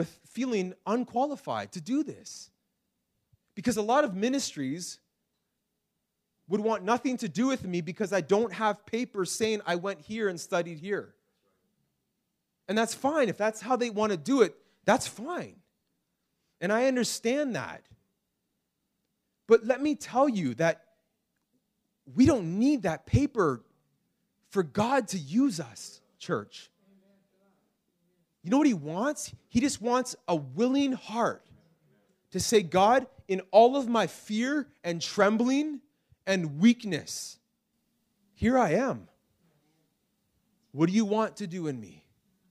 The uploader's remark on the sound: This message was preached in March 2019 at Freedom Life Church in Kitchener Ontario